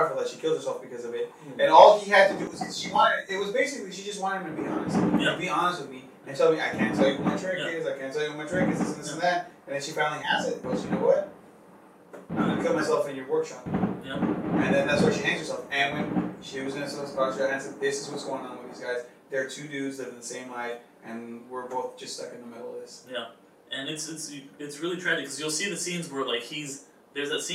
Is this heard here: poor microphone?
yes